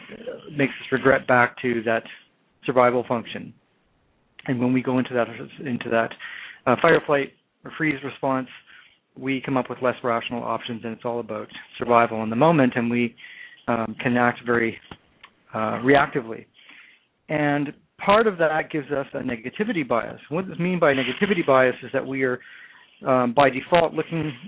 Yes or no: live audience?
no